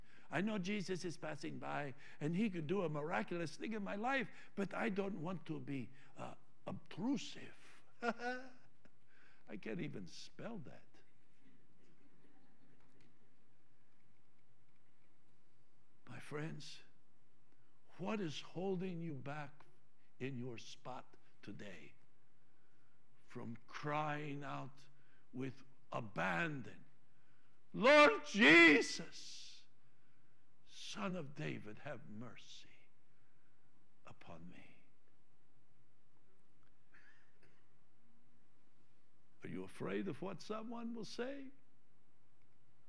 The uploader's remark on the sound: Trinity Church Live